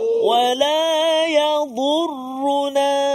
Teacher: Dan roh pun bunyi tebal tu bagus. Roh yang baris dhammah, tafkhim dia tebal